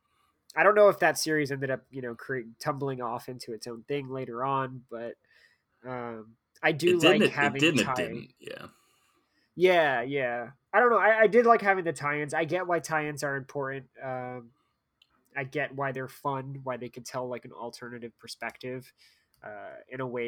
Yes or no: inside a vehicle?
no